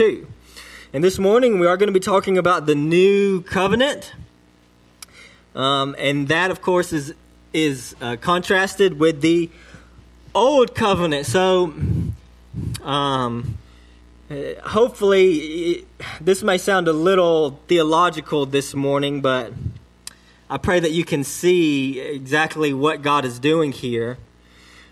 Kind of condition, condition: setting, large echoing room